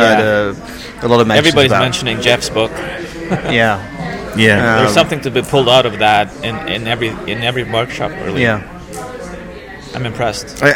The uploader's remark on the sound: In the bar of the Tryp Oriente at the end of day 2 of UXLx 2013 we settle down with a beer and reflect on the conference so far.